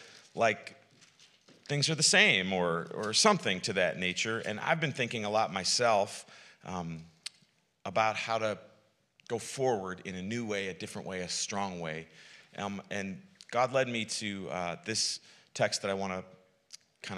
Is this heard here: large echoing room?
yes